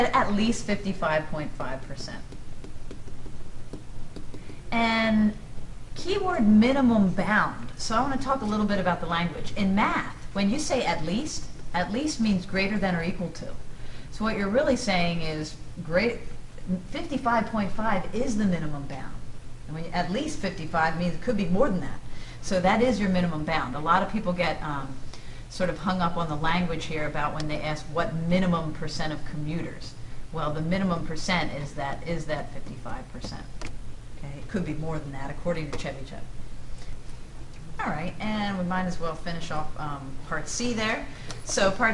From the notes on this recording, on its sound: This is a clip fom a live classroom